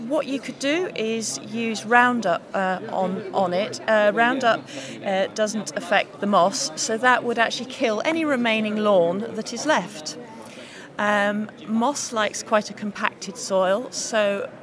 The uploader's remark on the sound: RHS Great London Plant Fair 2014 at The Royal Horticultural Halls in Vincent Square, London. Our team of horticultural advisors are live at The Lindley Hall answering your gardening questions.